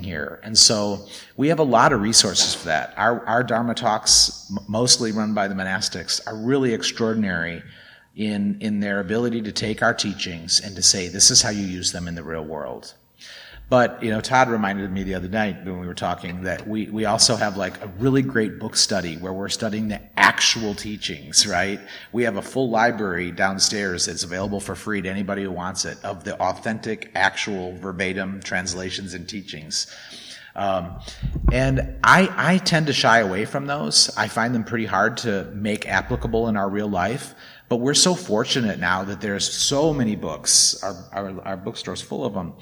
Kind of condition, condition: setting, large echoing room